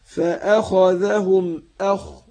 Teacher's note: رقق الهمزة وفخم الخاء